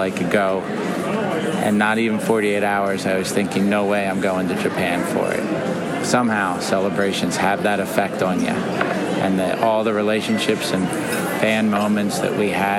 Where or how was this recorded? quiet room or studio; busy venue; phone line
busy venue